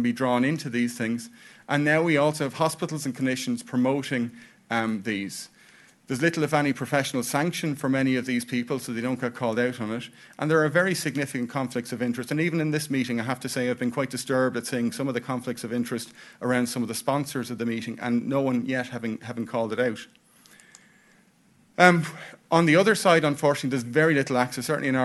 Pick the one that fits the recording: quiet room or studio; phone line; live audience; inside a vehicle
live audience